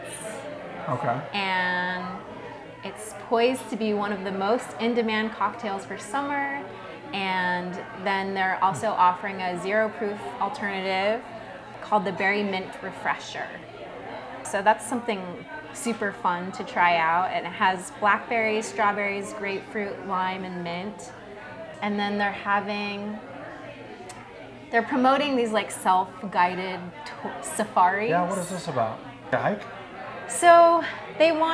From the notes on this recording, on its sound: This week we report live from the Foodie 500 mixer